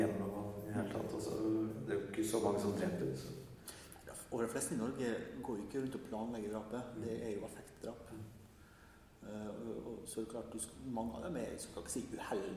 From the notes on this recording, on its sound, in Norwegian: Live på Trondheim Folkebibliotek